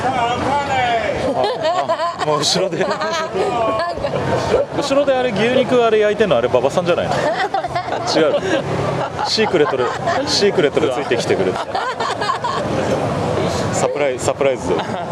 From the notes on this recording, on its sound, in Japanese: 台湾へライブツアー中なので。現地の夜市から。中継収録でお送り致します。台湾夜市の空気。